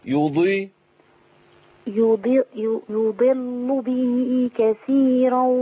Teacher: الضاد المكسوره تحتاج مني الى صفات الضاد كامله حتى لا تنقلب الى دال